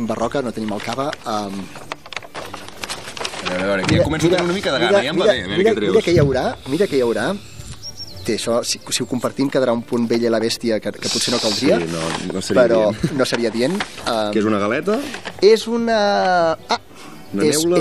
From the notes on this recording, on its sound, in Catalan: Abandonem momentàniament el Santuari. I rematem l’episodi des de davant de l’església.